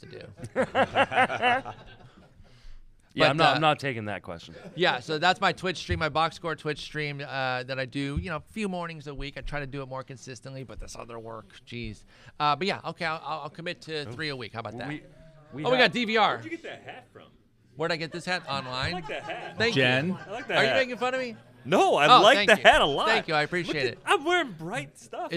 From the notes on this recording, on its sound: Live from the AFL 2023. Live from Arizona, the boys let it fly in the desert during the First Pitch Arizona conference. Joined by several special guests throughout the episode.